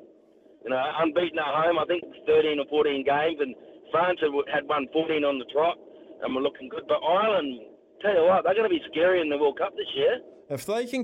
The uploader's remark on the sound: Gets the listeners to call. Joins the show from the Basin Reserve.